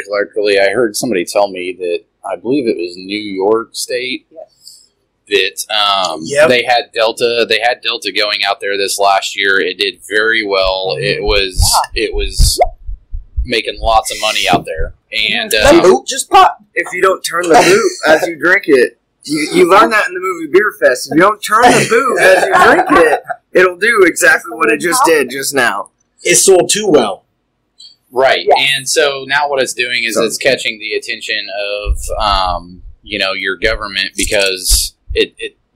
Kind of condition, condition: fault, poor sound quality